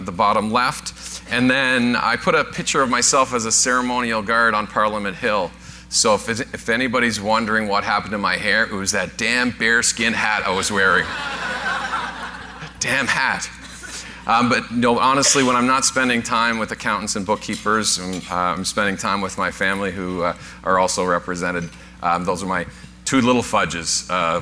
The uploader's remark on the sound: Live Broadcast at the The IPBC IGNITE Conference